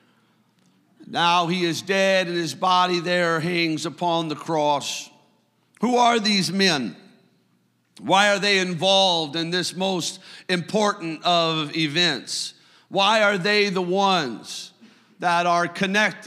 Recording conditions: large echoing room